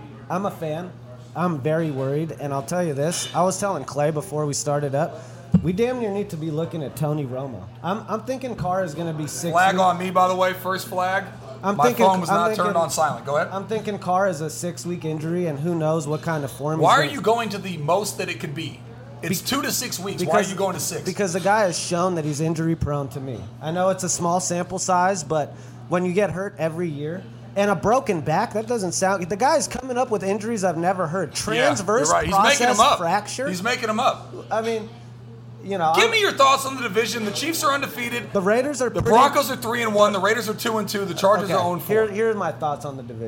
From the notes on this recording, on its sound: There is also video of this episode ( ) shot on location at McGee's in Alameda.